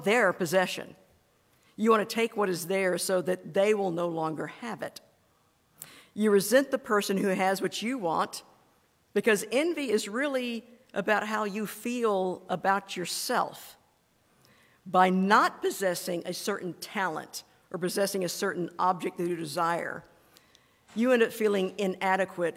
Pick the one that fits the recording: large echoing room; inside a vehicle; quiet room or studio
large echoing room